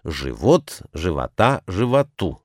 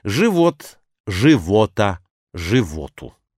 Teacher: У протопопа Аввакума такое различие произведено с помощью ударений. Живот, в смысле жизнь, имеет всегда ударение на окончании. · Shown in: first take